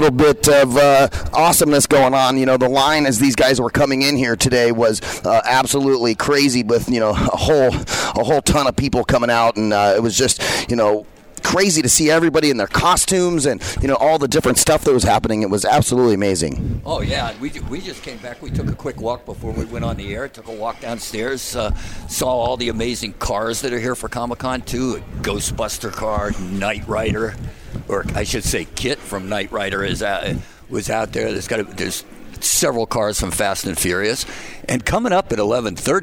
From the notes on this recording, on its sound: Join the VoiceAmerica Live Events team as we Broadcast Live from the Phoenix Comicon! Interviews LIVE from the floor of Phoenix Comicon!